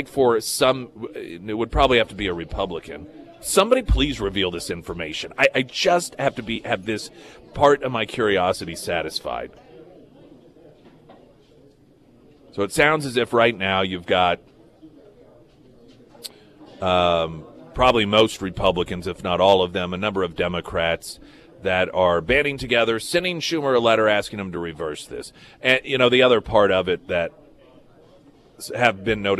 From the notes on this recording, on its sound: live at Scramblers Diner